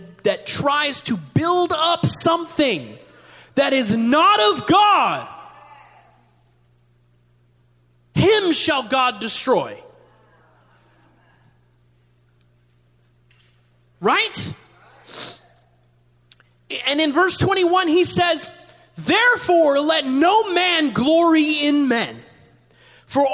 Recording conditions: large echoing room